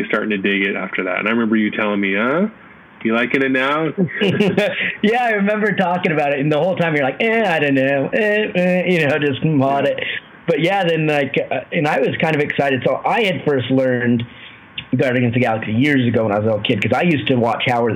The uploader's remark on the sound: We apologize for the poor audio on this one. Not quite sure what happened.